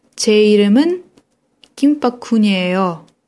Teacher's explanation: На 제 이름은 интонация была повышена, на 김박훈이에요 понижена.